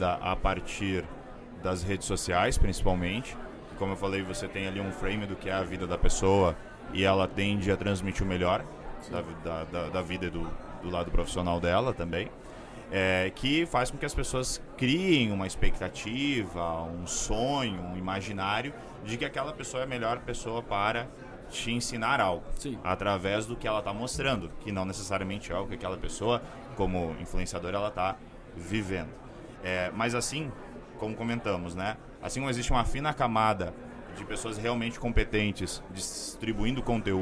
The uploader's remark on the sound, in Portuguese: gravados durante o evento Rede Show organizado pelo Secovi